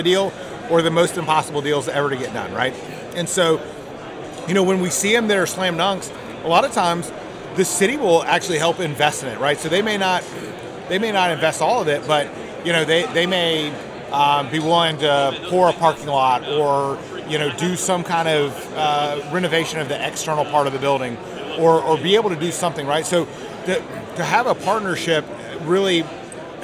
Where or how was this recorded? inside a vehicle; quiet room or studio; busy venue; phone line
busy venue